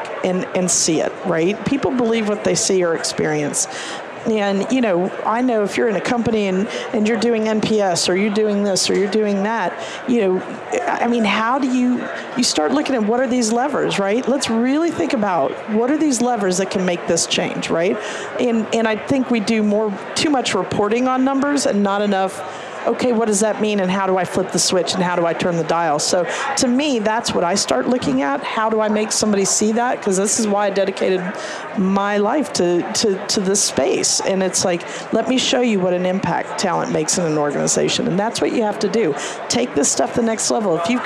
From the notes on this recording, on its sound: LIVE from Las Vegas, at #HRTechConf